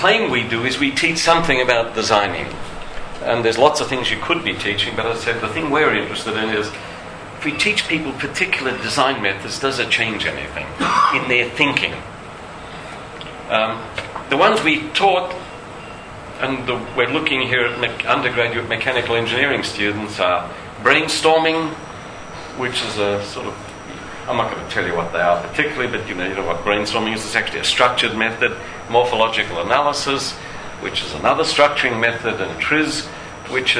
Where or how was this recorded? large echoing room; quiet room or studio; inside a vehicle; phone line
large echoing room